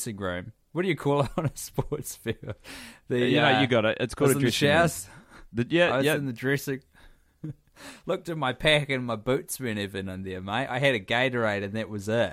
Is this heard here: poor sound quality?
no